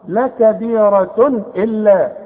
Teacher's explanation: ده تنوين وبعده همزة، خلاص يبقى ما غنش هنا